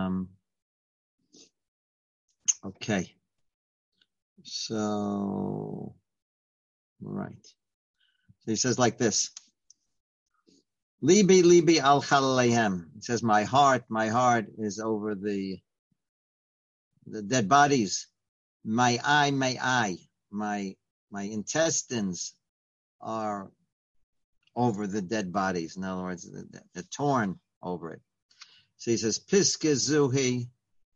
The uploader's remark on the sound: Live On Zoom.